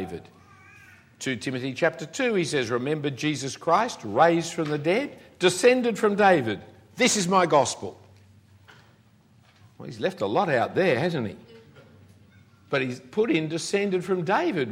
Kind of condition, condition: setting, live audience